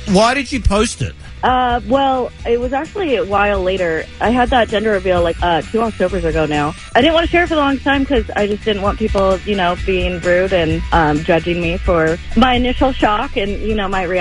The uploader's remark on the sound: They were then shocked to receive a phone call from the lady in the viral video.